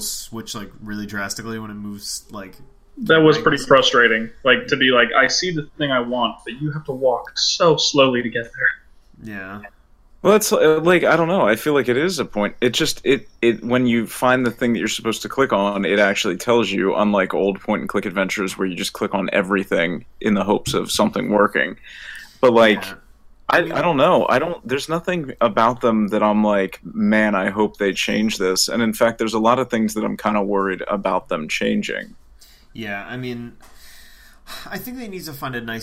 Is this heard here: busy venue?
no